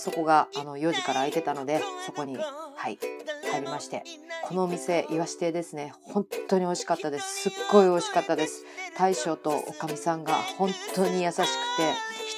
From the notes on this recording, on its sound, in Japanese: お散歩しながらの収録のため聞き取りづらい場面があると思いますがご了承願います